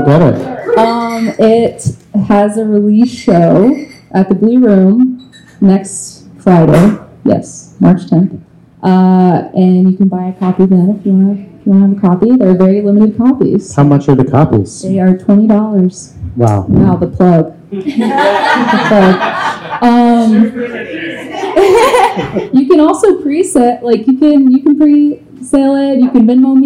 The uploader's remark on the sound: Happy Hour Live. Recorded live on March 2nd at Vinyl Tap in Nashville, TN.